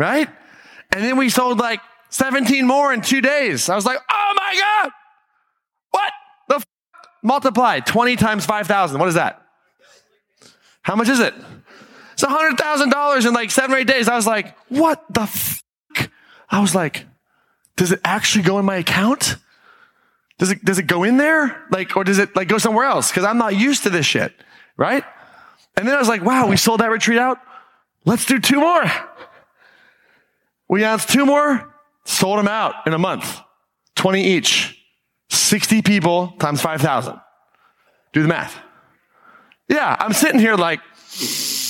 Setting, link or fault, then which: setting, live audience